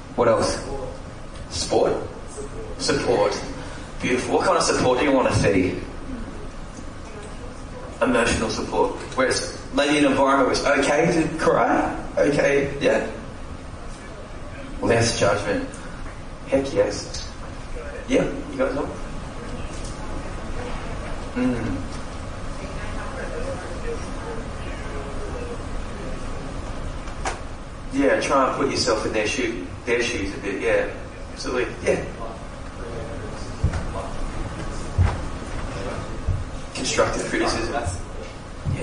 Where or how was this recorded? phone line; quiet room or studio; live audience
live audience